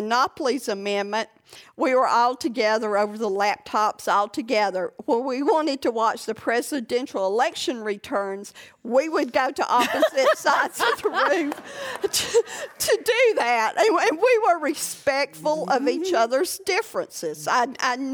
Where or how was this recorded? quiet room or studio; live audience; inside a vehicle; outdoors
live audience